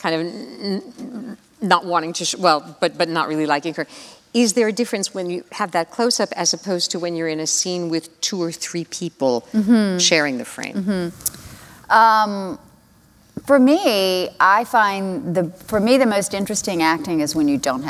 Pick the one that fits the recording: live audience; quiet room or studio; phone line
live audience